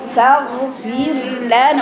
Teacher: تبيني الراء وتبيني توسطها جريانها وتبيني انها راء رقيقة يبقى تقولي فاغفر لنا وتروح بيني مخرج اللام بعد كده فاغفر